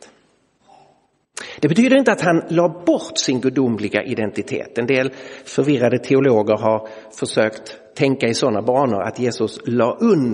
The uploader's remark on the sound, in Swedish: Inspelad i Roseniuskyrkan den 2 april 2023.